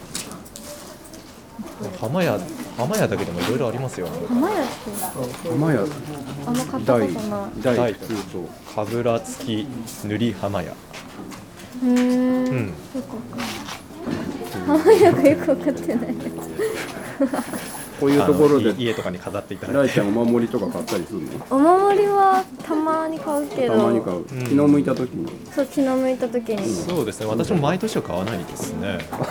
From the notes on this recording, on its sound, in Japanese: 初詣いってみた【はじめての屋外収録】。ゲストと一緒にはじめての野外収録してみたよ。